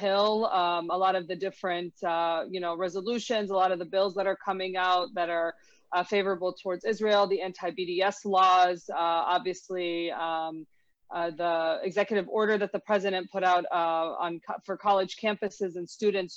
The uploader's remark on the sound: Two-part online event series. Round table discussions featuring educators, activists, civil rights advocates, and law experts. This event was held online via Zoom.